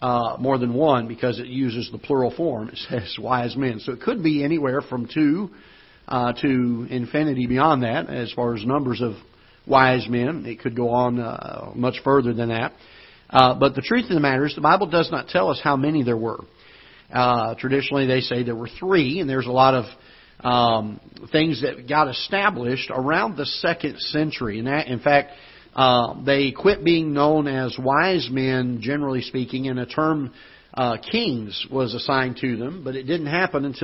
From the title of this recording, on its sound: Ketha Heights Baptist Church ~ Live Broadcast